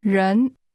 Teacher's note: This word is pronounced with a rising tone.